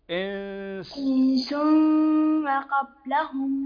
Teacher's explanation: عندنا النون ساكنة وبعدها السين من حروف الإخفاء